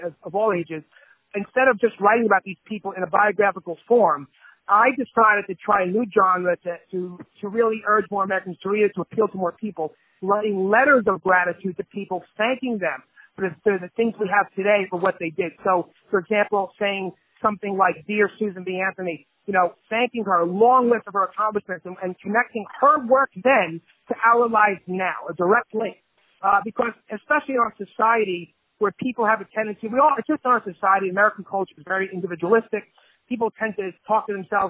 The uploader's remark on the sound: On the Phone